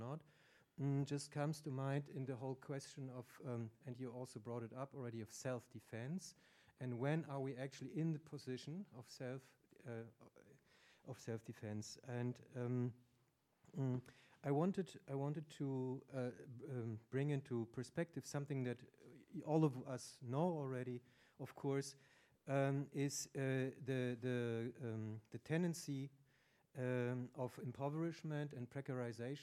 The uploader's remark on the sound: The opening panel of the “After Extractivism” conference. Recorded at the Haus der Demokratie und Menschenrechte.